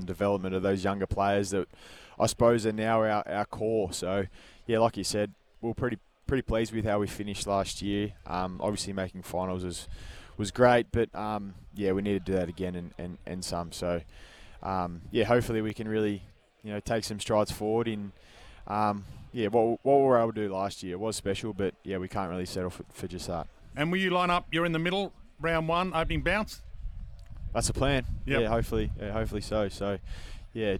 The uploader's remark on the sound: Live at AFL Captain's Day. On SEN.